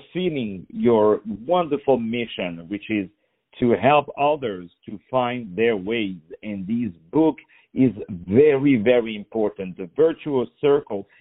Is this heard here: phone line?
yes